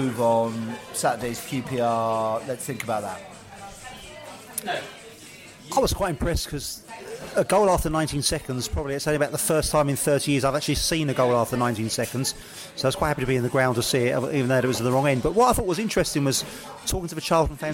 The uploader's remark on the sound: Fans views from the pub after the Charlton match.